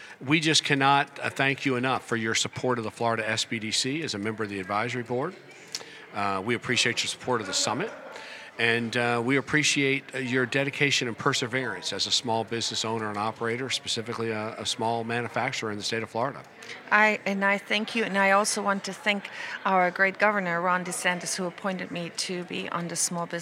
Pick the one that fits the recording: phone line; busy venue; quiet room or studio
busy venue